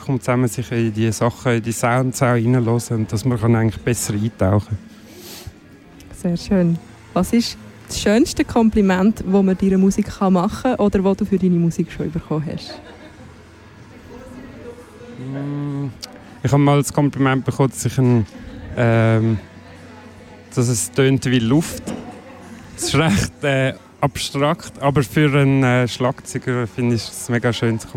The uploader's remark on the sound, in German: Live aus dem Royal.